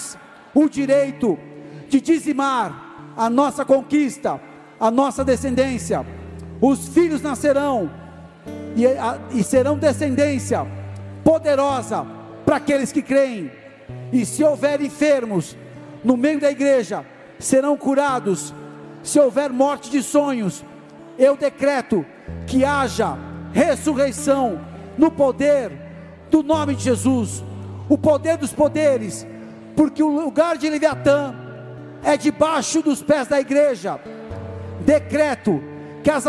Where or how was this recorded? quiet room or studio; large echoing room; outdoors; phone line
large echoing room